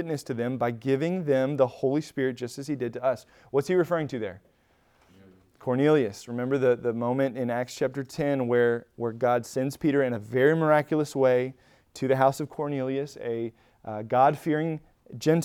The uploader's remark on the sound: Recorded at Emmaus Church in Buford, GA on Wednesday, Feb 22, 2023.